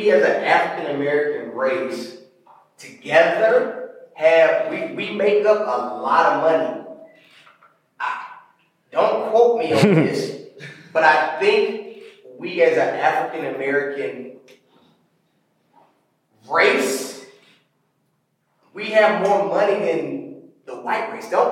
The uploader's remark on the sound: Another exclusive live podcast edition from our first tour stop in Charlotte, North Carolina.